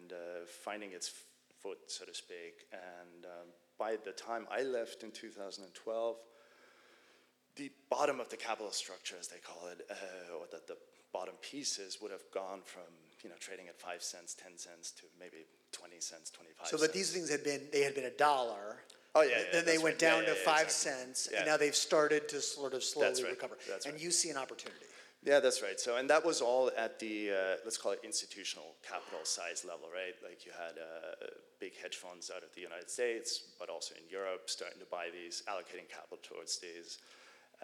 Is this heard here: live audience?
yes